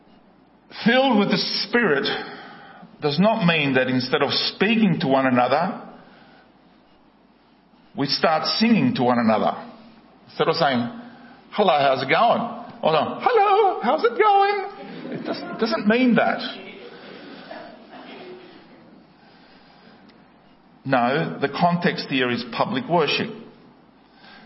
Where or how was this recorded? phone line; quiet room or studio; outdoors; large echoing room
large echoing room